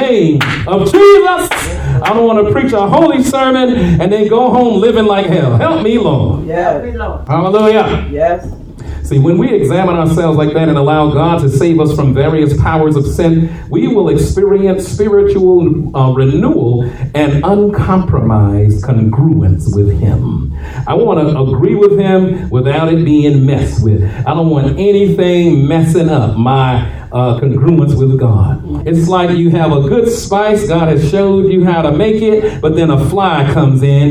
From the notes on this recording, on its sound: shared this message live at RACC on 6/4/23